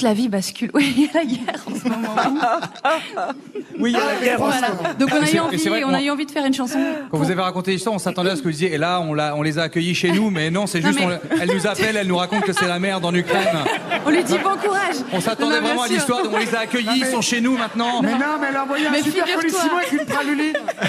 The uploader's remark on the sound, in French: En live depuis Roanne. Invité exceptionnel des Grosses Têtes à Roanne.